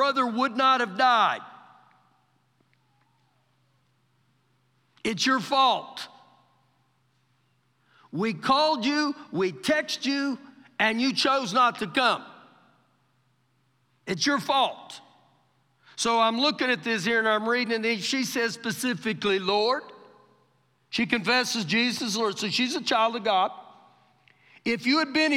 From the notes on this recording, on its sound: Recorded live during our Wednesday night service.